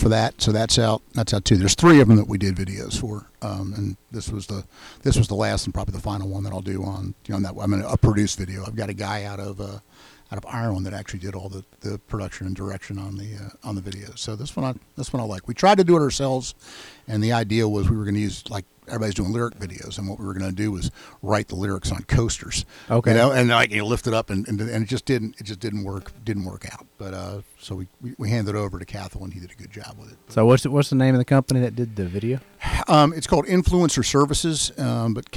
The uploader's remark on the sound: Live from "The Bird's Nest".